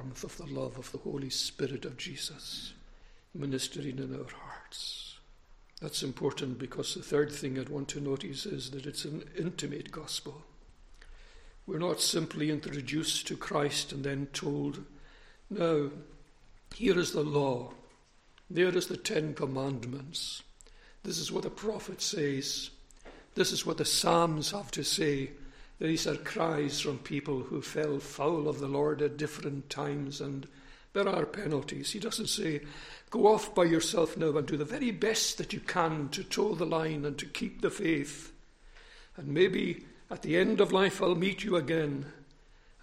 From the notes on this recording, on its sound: recorded at North Harris Free Church on Sunday Morning 5th September 2021